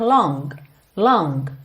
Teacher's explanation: Não há problema nenhum em dizer long, long, com um Gzinho ali, ok? Marcadinho.